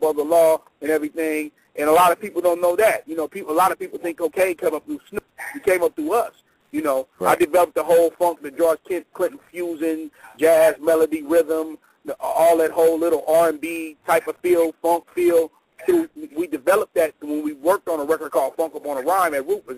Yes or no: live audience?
no